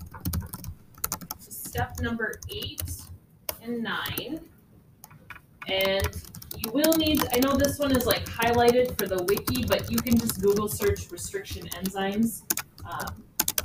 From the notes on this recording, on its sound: Typing & White Noise. A small soundclip taken from my Human Body Systems class.